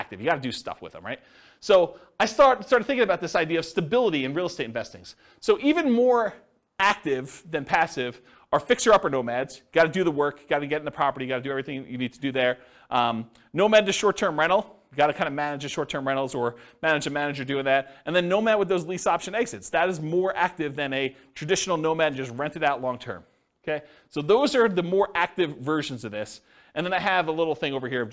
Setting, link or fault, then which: setting, live audience